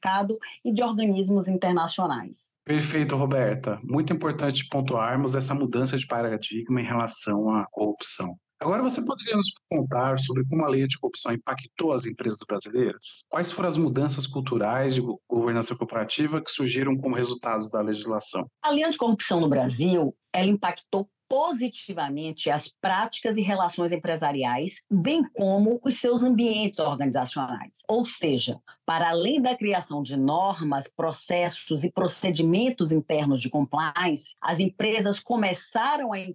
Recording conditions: video call